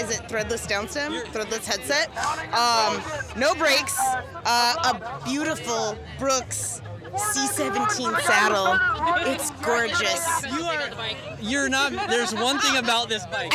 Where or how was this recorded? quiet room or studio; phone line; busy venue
busy venue